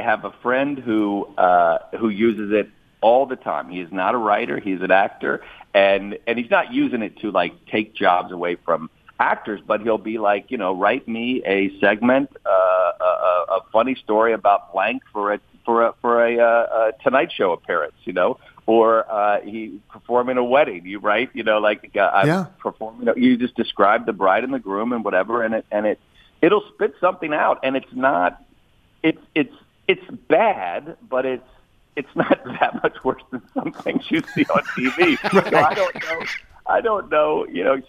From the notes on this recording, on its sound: Calls. Phones.